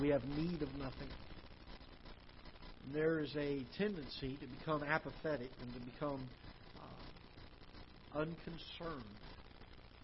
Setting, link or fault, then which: setting, large echoing room